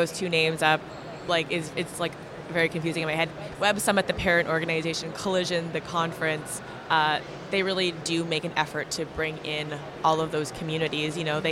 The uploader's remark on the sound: Vancouver Takeover at Collision Conference. Live at Collision Conference.